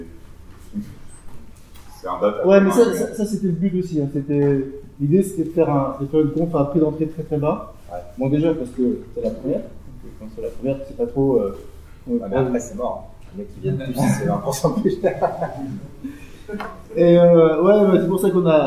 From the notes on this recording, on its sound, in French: Un épisode en direct du Snowcamp 2016 à Grenoble.